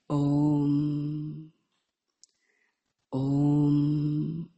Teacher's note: Each sound takes only one matra kalaha, one unit of time. So three units of time.